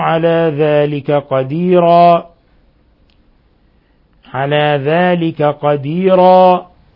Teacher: تنوين الفتح تبدل ألفا حالة الوقف بما يسمى مد العوض